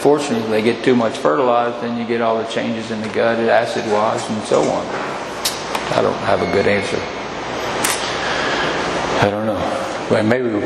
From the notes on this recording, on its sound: At the 2023 Spring Equine Affaire in Columbus Ohio. Presented/recorded on April 16th, 2023 on the Seminar Stage Voinovich Center.